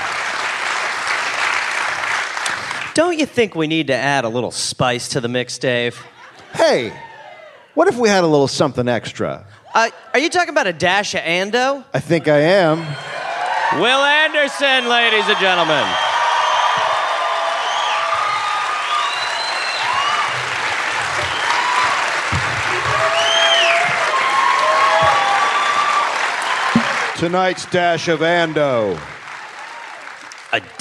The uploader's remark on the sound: Live in Brisbane